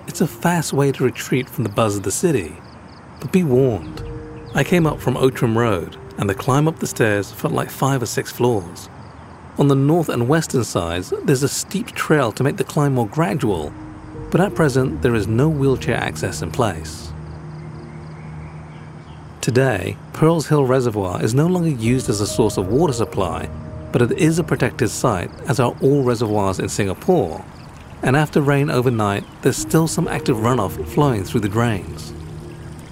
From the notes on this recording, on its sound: Pearl's Hill City Park. I explore a park that's right in the city, with a major expressway running along its western perimeter. It would seem a foregone conclusion that traffic noise bleeds into the park, and while that does happen, you don't notice it as much after a few minutes, because it's an oasis the the middle of downtown busyness. Stereo #stereorecording #sonyproaudio #pcmd10 #singapore #soundscape.